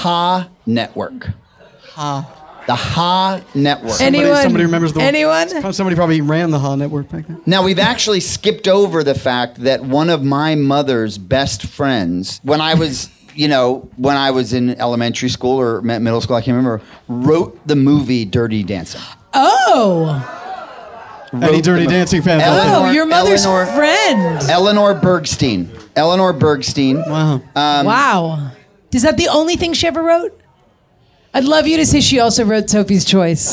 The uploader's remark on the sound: "A Catskills Kibitz,” our first ever live Kibitz event, was held at the “World Famous” Kibitz Room at Canter’s Deli in Los Angeles on the second night of Hanukkah